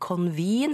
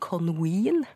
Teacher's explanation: Og på typisk norsk vis så blander han sammen V og W · Shown in: second take · sånn at istedenfor convene, så sier han conween.